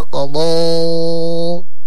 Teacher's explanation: الألف هنا لابد أن يفخم لأنه بعد الضاد والضاد يعني من حروف الاستعلاء